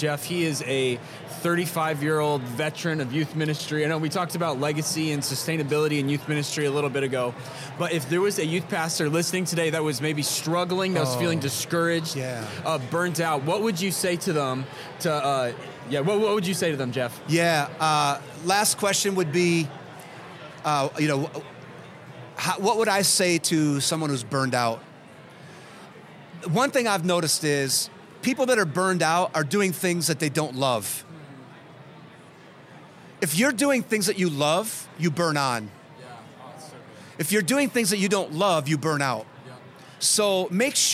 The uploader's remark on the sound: Podcast Q & A With A Live Audience In Michigan. Here are many questions from a live audience in Michigan.